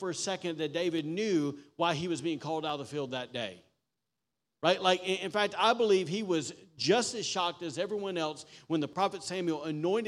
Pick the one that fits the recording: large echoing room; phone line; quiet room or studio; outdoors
large echoing room